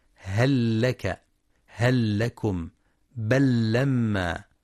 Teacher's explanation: ومن أمثلة لام الحرف هل تربصون، بل هم، وحكمها الإظهار إلا إذا جاء بعدها لام أو راء، فتدغم في اللام للتماثل